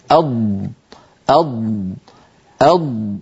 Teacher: سميت الضاد مستطيلة لأن صوتها أو الهواء الذي فيها يطول ويصبح أطول مما كان عليه عند بدء نطقها. أض هكذا نطق الضاد الساكنة كما نرى.